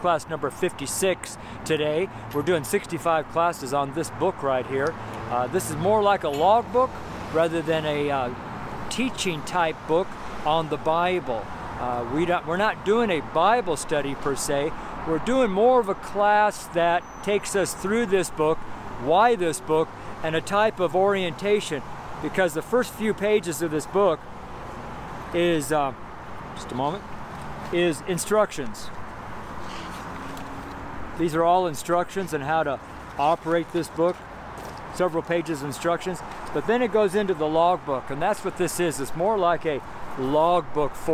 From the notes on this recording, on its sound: MONDAY STREET SERMON. Preached at Baseline & Broadway in Boulder, Colorado.